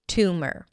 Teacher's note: mer, an M sound that shifts directly to the R.